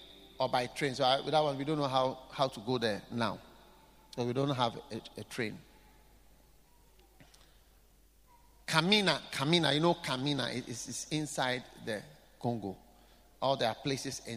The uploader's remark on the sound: Preached at The Qodesh.